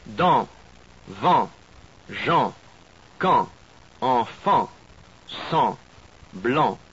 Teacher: it's merely the A, so the A sound, nasalized.